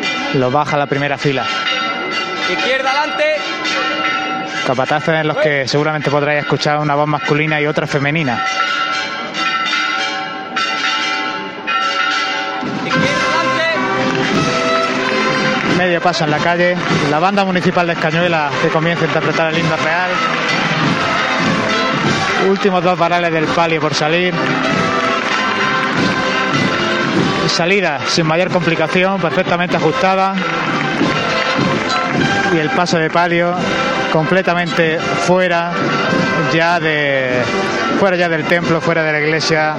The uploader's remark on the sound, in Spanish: Momentos previos a la salida de la Cofradías. En directo con las oraciones previas a la salida de la Clemencia, y apertura de las puertas del templo. Interpretación a voz y guitarra para acompañar los primeros pasos del Caído en el interior del templo.